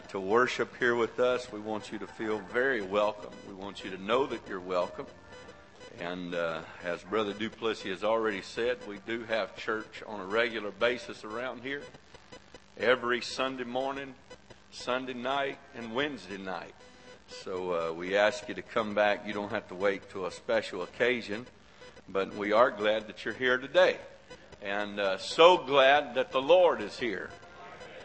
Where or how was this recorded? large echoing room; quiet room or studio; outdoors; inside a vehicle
large echoing room